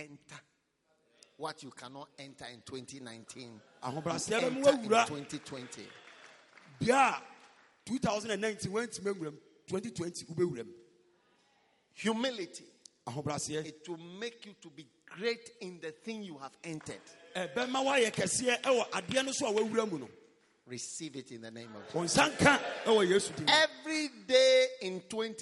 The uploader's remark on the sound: Preached at a Healing Jesus Campaign Pastors&#8217; conference in Drobo, Ghana. Preached at a Healing Jesus Campaign Pastors’ conference in Drobo, Ghana.